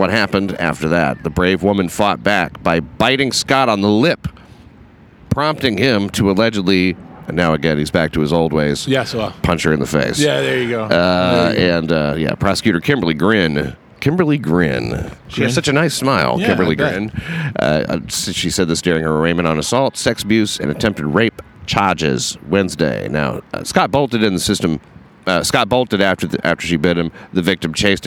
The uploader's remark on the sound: RECORDED ON LOCATION OUTSIDE LINCOLN CENTER.